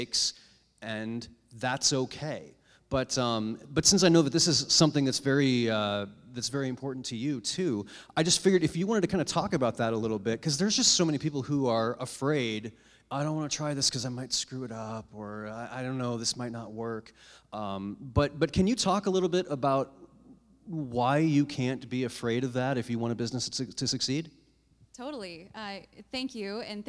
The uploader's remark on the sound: Live from 1 Million Cups. For a live recording of the podcast from 1 Million Cups.